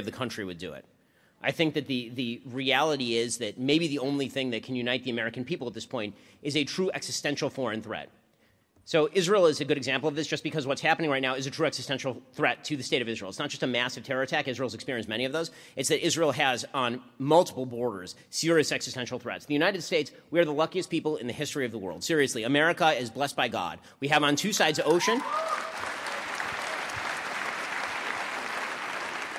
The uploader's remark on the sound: LIVE at UW-Madison. Streamed live.